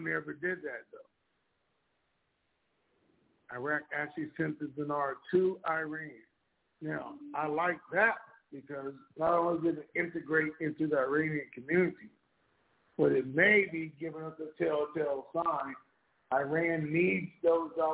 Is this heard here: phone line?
yes